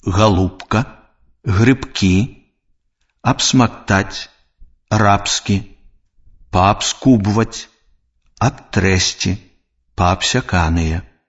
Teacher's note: Перад глухімі зычнымі звонкі «б» аглушаецца і вымаўляецца як «п».